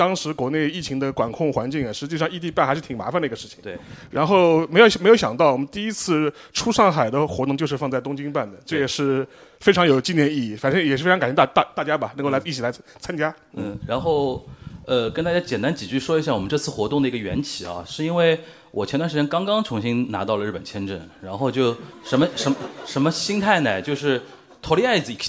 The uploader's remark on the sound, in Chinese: 东亚观察局》线下见面会东京站实况